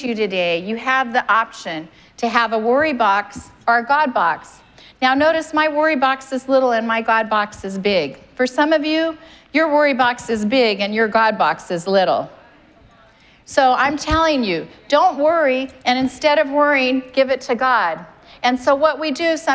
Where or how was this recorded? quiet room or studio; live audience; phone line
live audience